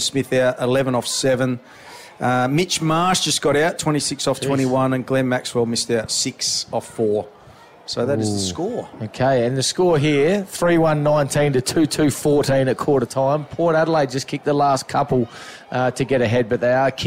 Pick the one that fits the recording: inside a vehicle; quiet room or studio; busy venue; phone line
busy venue